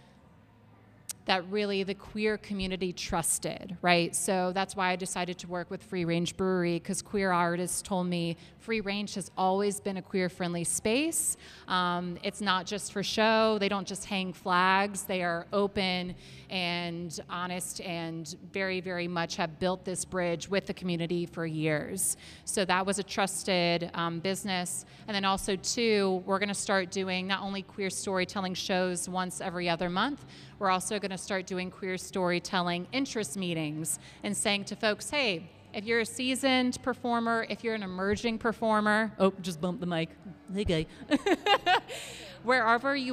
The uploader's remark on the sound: Live at Home.Grown CLT. Join us for a live audience recording at Home.Grown CLT.